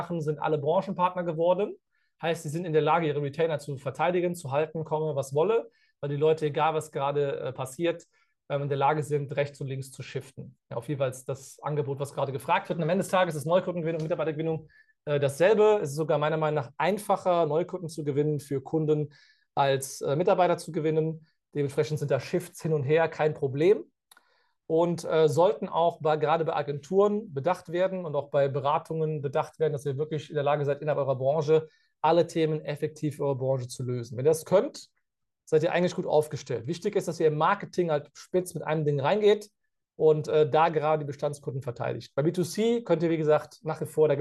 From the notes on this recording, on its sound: Live-Call Leak. Bei unserem Neujahrs Live-Call.